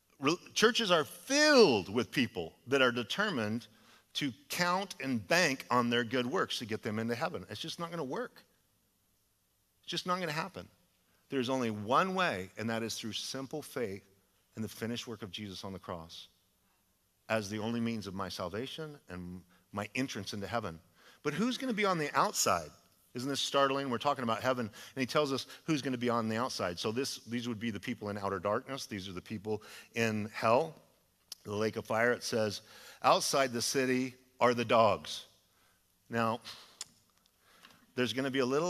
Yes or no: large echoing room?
yes